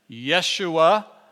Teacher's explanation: There's the Y or the J, the SH sound, the U, and the guttural sound on the end.